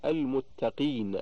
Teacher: المرتبة الرابعة وهي في المحرك مثل المتقين، فلا يوجد فيه من القلقلة إلا أصلها فقط